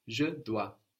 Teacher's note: And this is spelled D-O-I-S, dois. So we end in an S, but we don't hear it